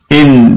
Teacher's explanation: النون ساكنة نقف عليها بإن، إن بالسكون، وجه واحد برضو بالسكون، وتكون الغنة في الدرجة الرابعة من درجات الغنة